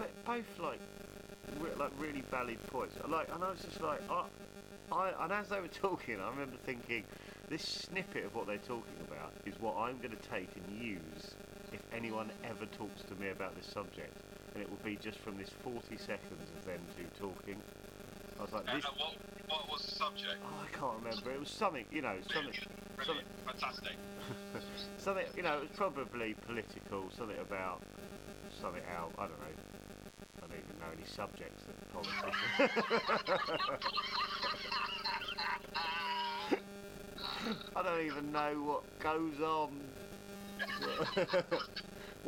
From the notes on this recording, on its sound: we're really sorry about the audio